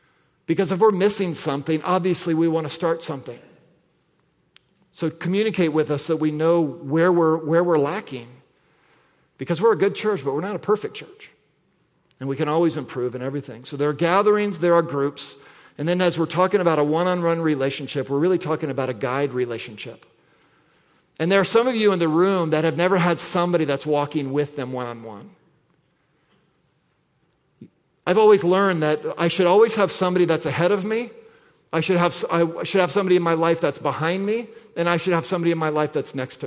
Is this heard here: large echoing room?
yes